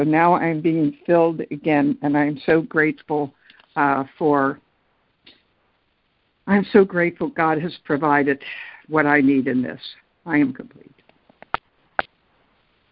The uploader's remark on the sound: ACIM Daily Conference Call.